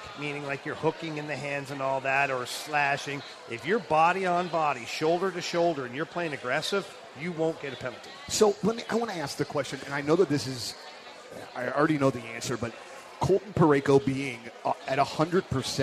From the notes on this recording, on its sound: We are LIVE from Copper Fire in Belleville.